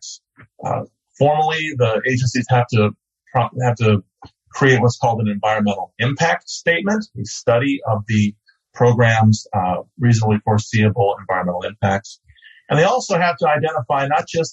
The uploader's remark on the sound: That was the title of a recent webinar, organized by the Law & Economics Center at George Mason University’s Antonin Scalia Law School.